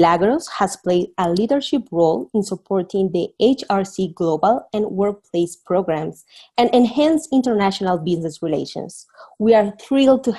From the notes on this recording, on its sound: This episode was recorded from an online event